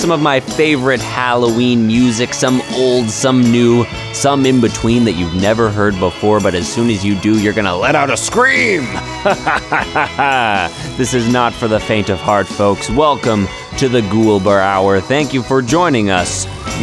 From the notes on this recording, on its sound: a phone interview